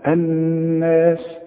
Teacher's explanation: النون المشدده لازم تغن بمقدار حركتين